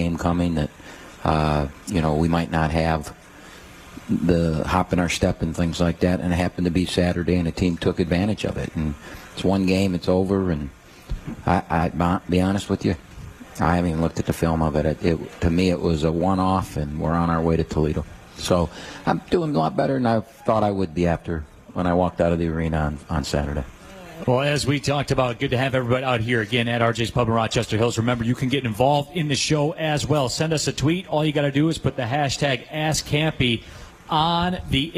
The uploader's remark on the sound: live from RJs Pub in Rochester Hills